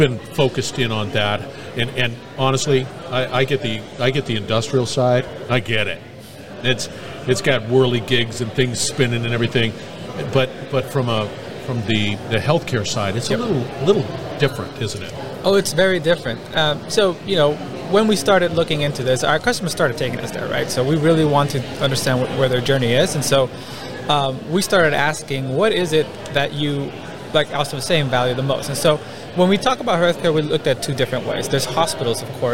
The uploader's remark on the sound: IoT and asset management at a conference.